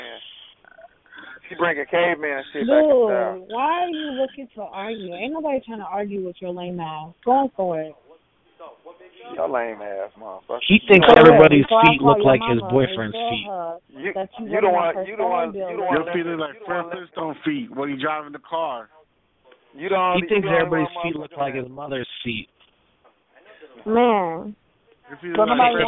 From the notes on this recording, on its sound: Conference Call.